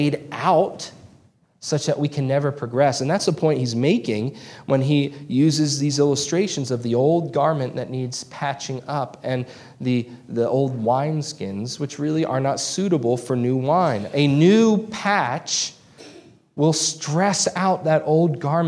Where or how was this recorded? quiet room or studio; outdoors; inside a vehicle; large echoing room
large echoing room